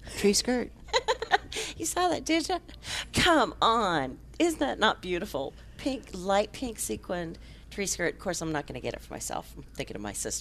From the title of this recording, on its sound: Live at Prairie Gardens 10-21-21